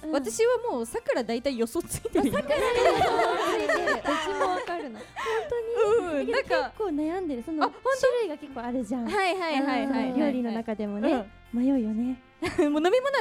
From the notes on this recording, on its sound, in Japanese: RKBカラフルフェス2023公開収録。